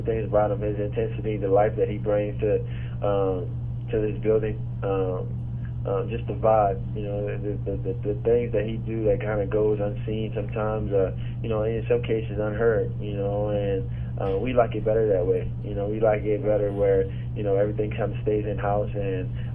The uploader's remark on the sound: Opponent Conference Call